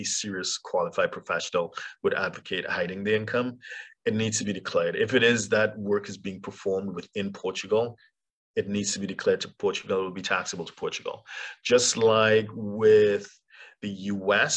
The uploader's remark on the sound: For those joining us on Zoom